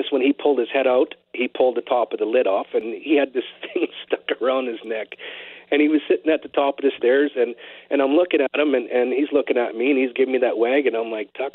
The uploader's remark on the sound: Opened up to phones for listeners to share their stories about their pets.